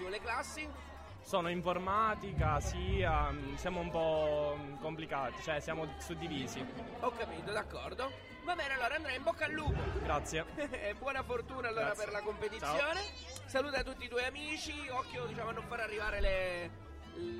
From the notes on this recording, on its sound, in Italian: Il secondo live dal Corso Umberto I di Caltanissetta